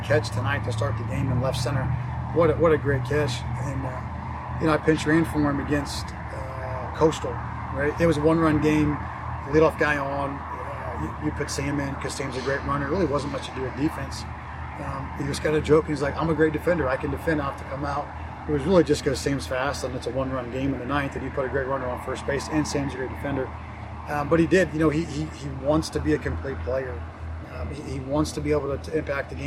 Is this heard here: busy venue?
yes